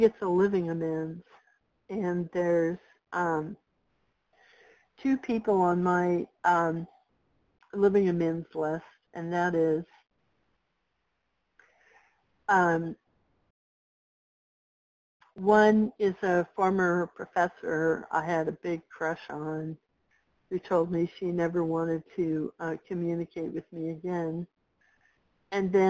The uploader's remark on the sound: 100 Pounders Phone Meeting